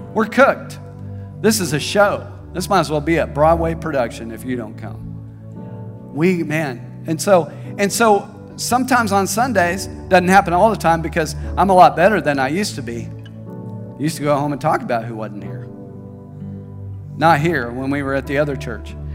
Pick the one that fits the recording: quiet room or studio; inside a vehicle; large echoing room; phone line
large echoing room